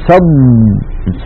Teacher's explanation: وجريان اللسان في المخرج هذا استطالة، أمر انفرد به حرف الضاد، وهو في الساكن أوضح منه في المتحرك · Term: الاستطالة